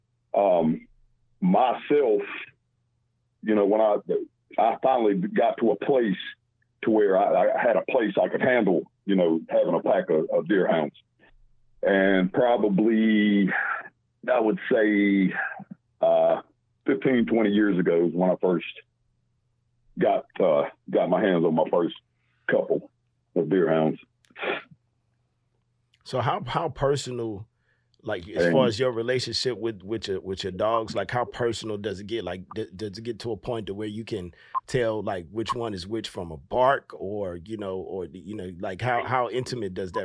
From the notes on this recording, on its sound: Special call in guest.